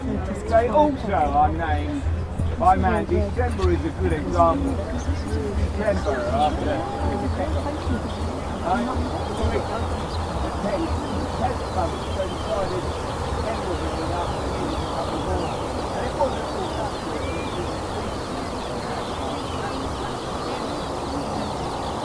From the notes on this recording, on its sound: Stonehenge Solstice 2023 - a Neolithic Soundscape. I've tried to capture the mood and the soundscape.